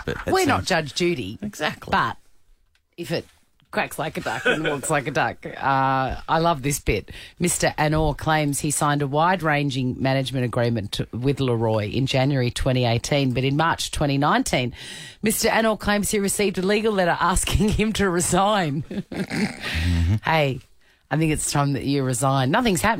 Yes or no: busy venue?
no